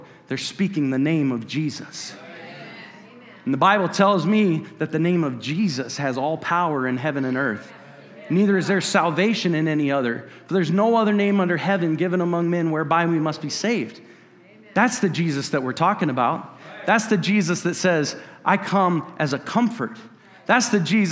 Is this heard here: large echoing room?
yes